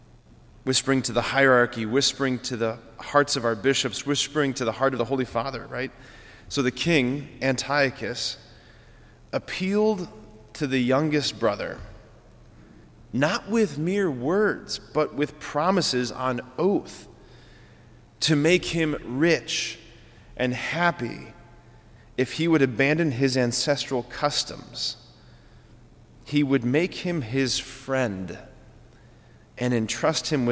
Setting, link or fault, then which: setting, large echoing room